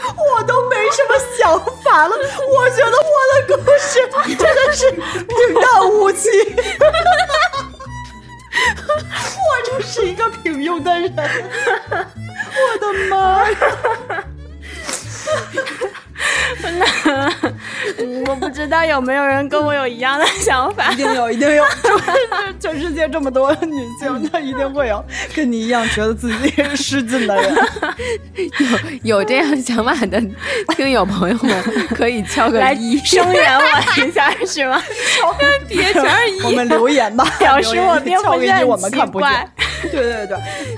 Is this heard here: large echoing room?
no